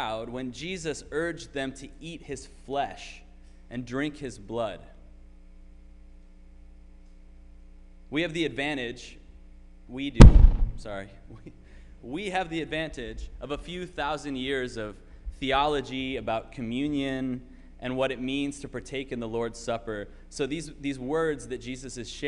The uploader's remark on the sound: Sermon preached at RCHP